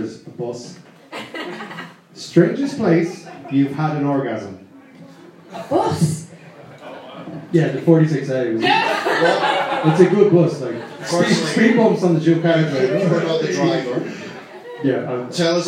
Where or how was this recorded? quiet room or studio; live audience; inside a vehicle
live audience